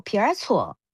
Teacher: 我们呢在杭州方言当中，很多的儿化音，它的这个儿，它是要发出来的